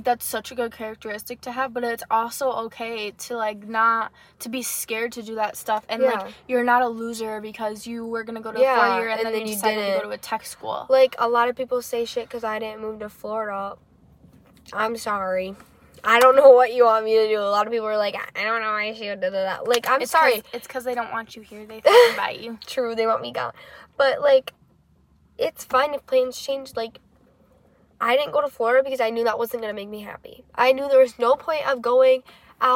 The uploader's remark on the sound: We filmed in the car to change it up a little bit!